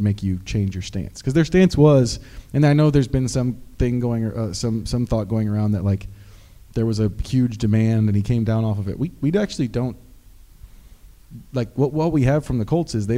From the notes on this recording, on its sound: In front of a live audience during Inside IndyStar event.